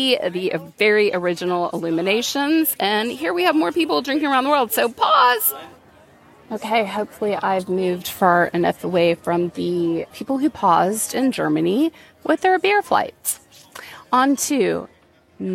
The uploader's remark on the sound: I come to you live from Epcot's Flower and Garden Festival. Pop over to Hollywood Studios.